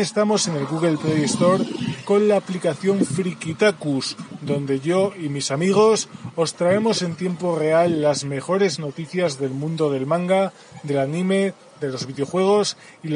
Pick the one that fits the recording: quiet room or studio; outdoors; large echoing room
outdoors